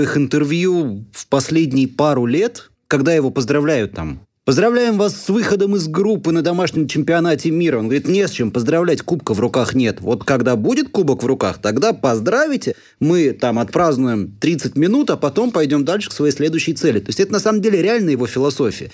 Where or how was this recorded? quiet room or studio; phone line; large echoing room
quiet room or studio